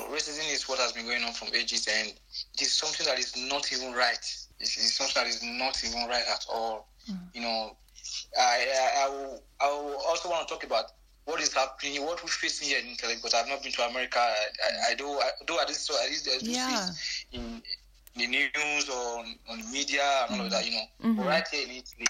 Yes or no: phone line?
yes